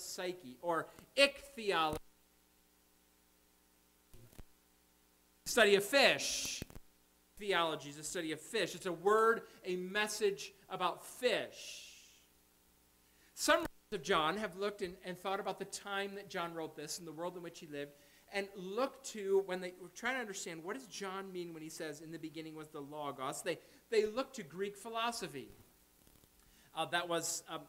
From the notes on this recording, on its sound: Audio periodically will cut in and out.